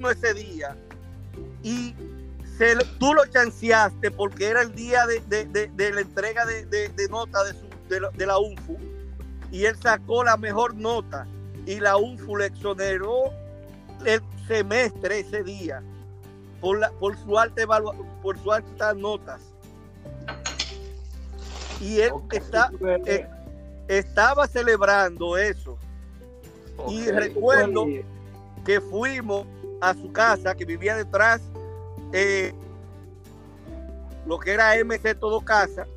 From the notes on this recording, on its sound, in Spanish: Es el encuentro virtual de una generación de Instructores. Se conservo el audio original sin cortes y preservar ese primer encuentro virtual.